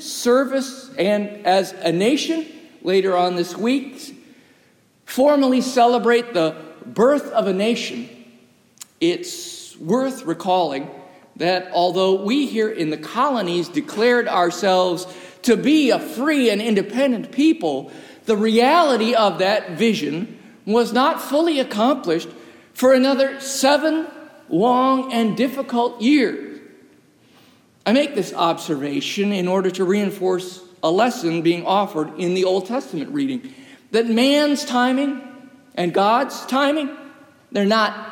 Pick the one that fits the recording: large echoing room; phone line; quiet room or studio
large echoing room